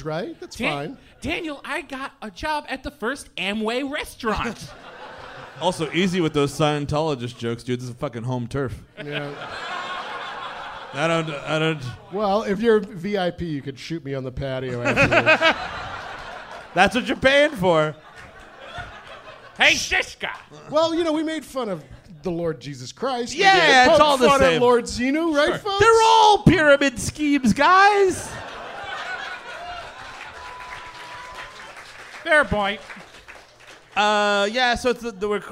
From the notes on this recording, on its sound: Live in Hollywood. LIVE from the Improv in Hollywood, California! Recorded on the most recent leg of tour.